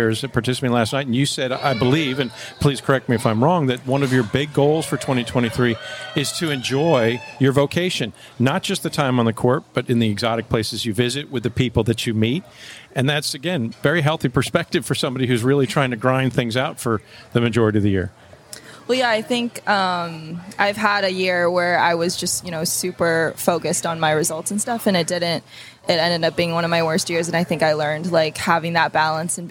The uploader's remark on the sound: After the Waikiki 株塾 Cup, a three-day tennis event held in Waikiki, Hawaii. This interview was recorded in the lobby of the Outrigger Reef, which was the 2022 Official Resort & Hotel Partner of the Waikiki 株塾 Cup.